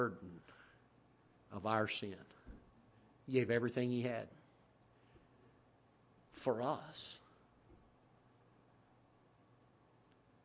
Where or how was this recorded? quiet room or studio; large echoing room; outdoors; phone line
large echoing room